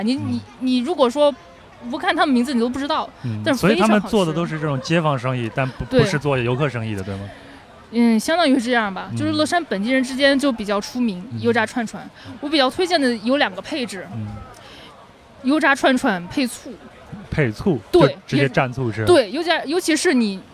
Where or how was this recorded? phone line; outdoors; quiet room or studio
outdoors